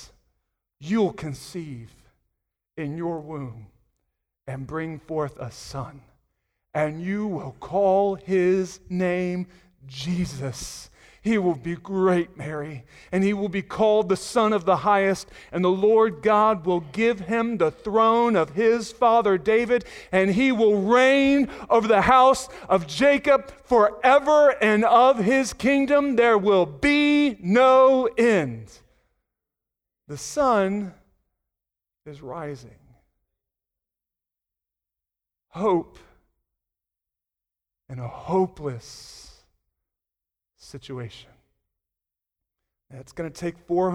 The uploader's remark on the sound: Sunday Morning Sermon Audio